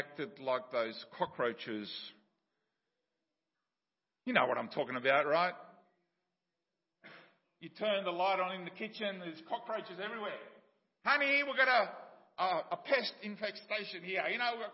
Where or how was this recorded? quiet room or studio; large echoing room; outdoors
large echoing room